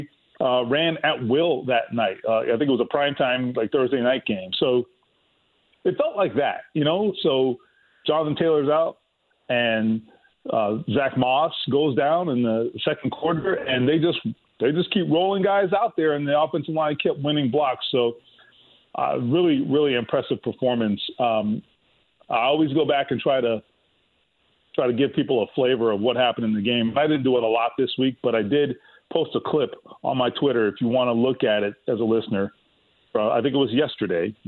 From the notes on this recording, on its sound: He then takes some calls from listeners of the show. Takes some more phone calls from listeners of the show!